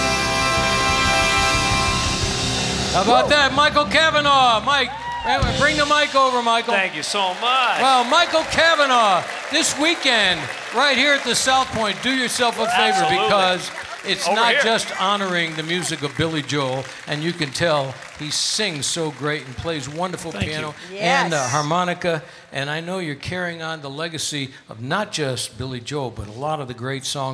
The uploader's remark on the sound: Live at the South Point Casino